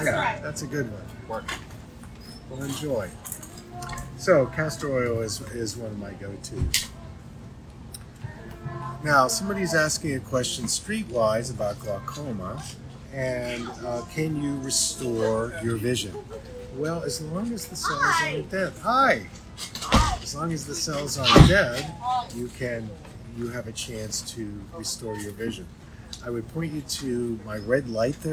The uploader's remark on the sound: I wanted to share this live I did while consulting and teaching in Hawaii. We are live and book signing here for a little bit and had some great folks coming by.